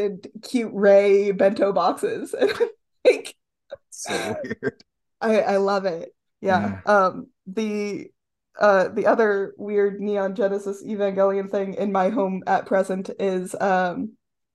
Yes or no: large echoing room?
no